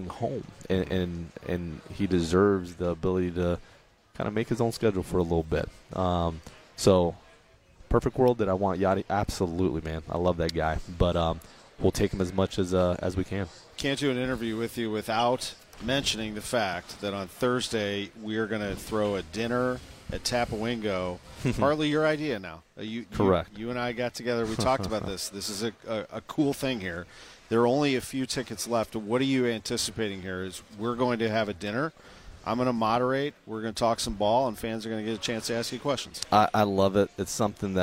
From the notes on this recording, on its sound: In our second hour from Cardinals Winter Warmup